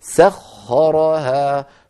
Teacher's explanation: فهنا رقق السين ثم الخاء مفخمة وبعدها الراء مفخمة